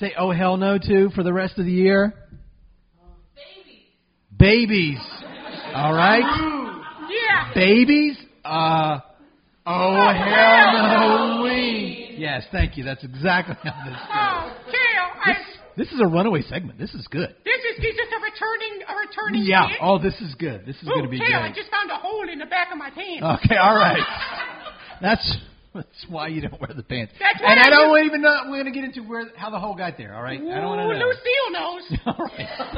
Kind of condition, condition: setting, live audience